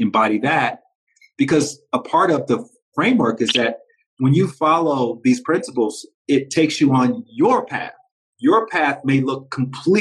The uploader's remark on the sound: a punchy compilation of conversations from Instagram Live